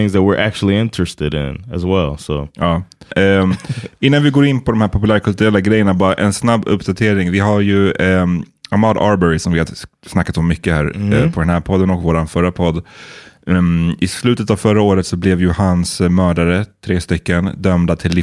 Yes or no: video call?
no